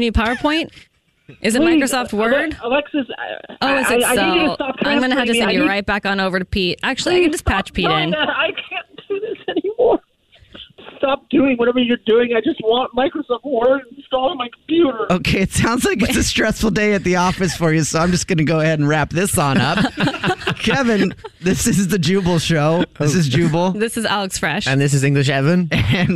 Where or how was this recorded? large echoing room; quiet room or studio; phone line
phone line